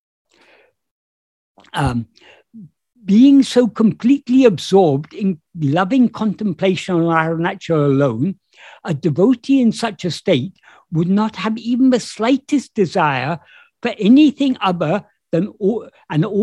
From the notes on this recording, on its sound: In a Zoom meeting of the ‘Ramana Maharshi Foundation UK’ on 14th May 2022